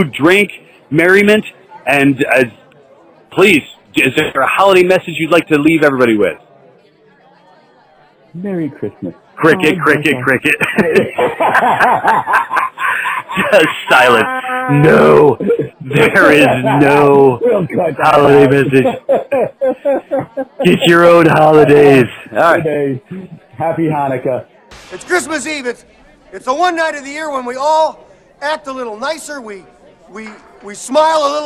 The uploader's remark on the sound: Only once a year can a podcast throw a party. Plagued by audio difficulties and drunken guests.